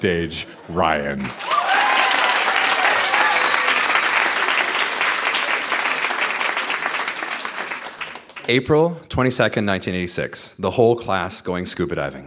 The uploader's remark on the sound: Recorded live at The Spice Factory in Hamilton.